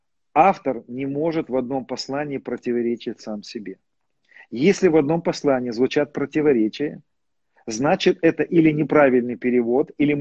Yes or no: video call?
yes